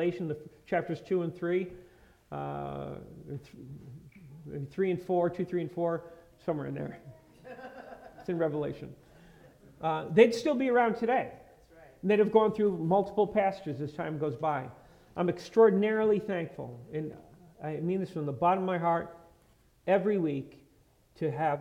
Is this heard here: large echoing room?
yes